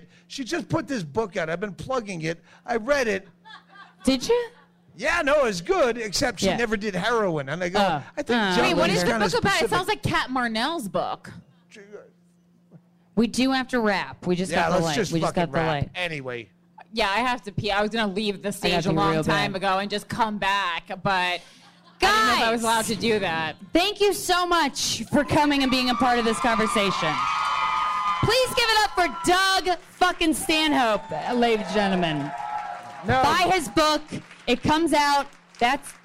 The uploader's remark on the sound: From the All Things Comedy Festival in Phoenix, Arizona.